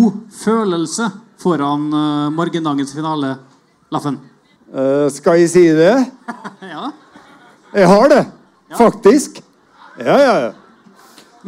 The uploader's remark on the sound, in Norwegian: Live fra Salt i Oslo